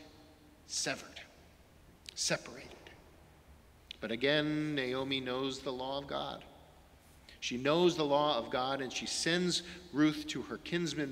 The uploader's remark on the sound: Sermons from Old South Church in Boston